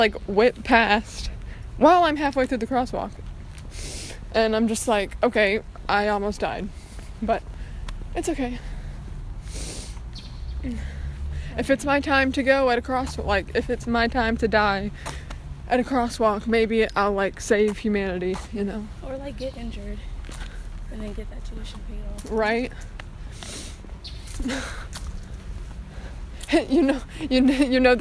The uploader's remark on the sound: walking around the GCSU campus